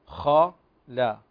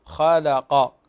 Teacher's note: لكن هنا اللام ترقق، هنا مرقق بين مفخمين، فالخاء مفخمة هنا من الدرجة الثانية والقاف كذلك مفخم من الدرجة الثانية، فننتبه هنا لترقيق اللام خاء لا، فنرقق اللام وبعدها ننطق القاف خالق ونفخم القاف كذلك، قلنا تفخيم هنا من الدرجة الثانية.